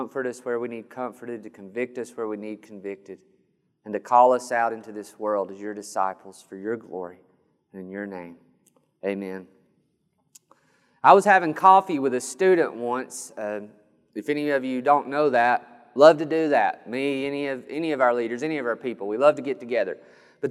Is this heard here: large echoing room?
yes